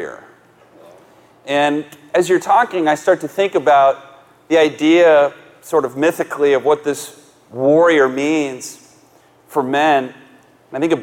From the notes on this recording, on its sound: Live message from the Kingdom Men's Gathering.